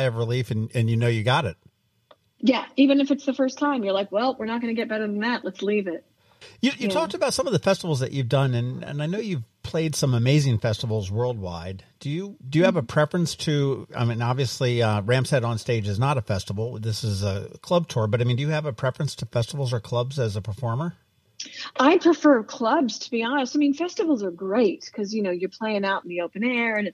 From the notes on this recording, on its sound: We hopped on the phone